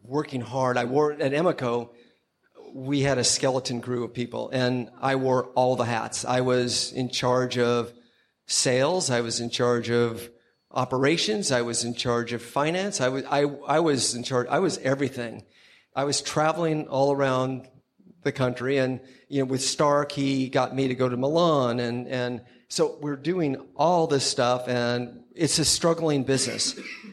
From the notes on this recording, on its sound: Special thanks to WantedDesign for hosting this episode of Clever LIVE at their event during NYCxDesign.